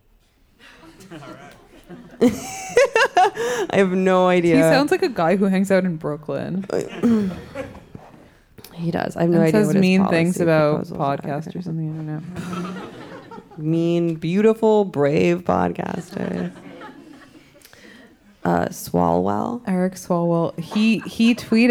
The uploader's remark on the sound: Red Scare Live at The Greene Space.